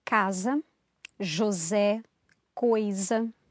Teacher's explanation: when an S is between two vowels, it sounds like a Z · Term: Z sound